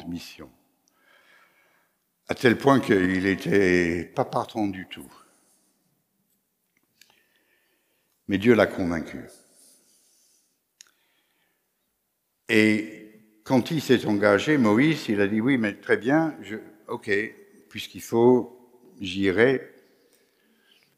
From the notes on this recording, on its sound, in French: Enregistré à l'église CVV, le 19/09/2021